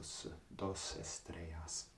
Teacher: ein S, das so tendenziell mit der Zungenspitze hinter den Zähnen gemacht wird und nicht, man kann ja auch diesen Höcker wie im Deutschen hochdrücken, S, aber dann wird es noch schärfer, es wird ein bisschen weicher, wenn man das mit der Zungenspitze macht, also S, Dos Estrellas.